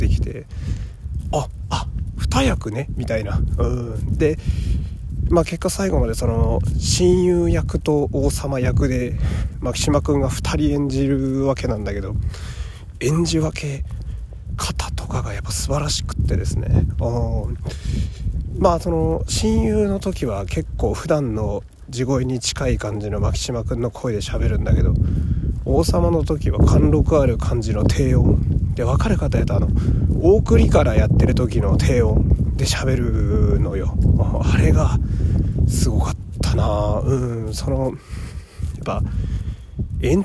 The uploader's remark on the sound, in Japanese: 夜道を歩きながら